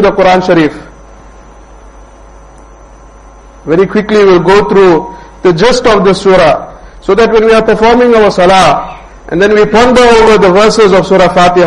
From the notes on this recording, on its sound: Jumuah lecture at Rockford Musalla.